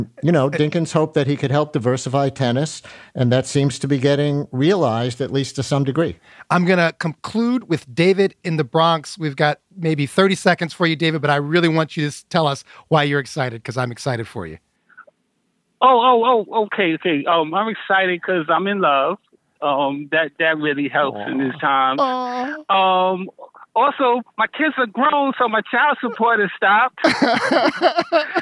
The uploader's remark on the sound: We open the phones to hear what’s on your mind. The podcast episodes are lightly edited from our live broadcasts.